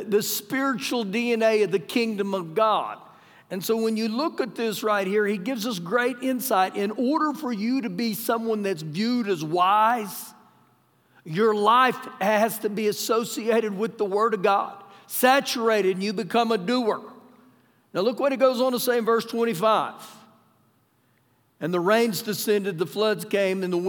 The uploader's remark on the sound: Recorded live during our Sunday morning service